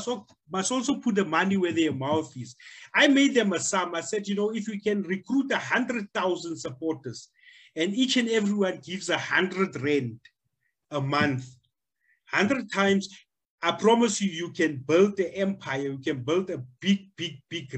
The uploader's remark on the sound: The series is webcast via Zoom